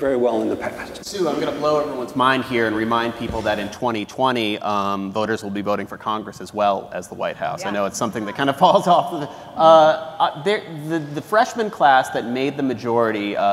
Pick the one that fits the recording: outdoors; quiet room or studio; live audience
live audience